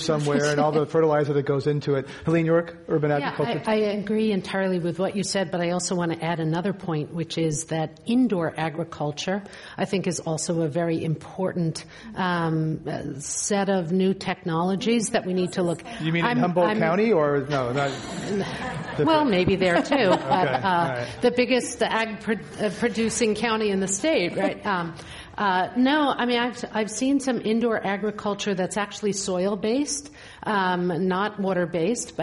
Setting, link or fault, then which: setting, live audience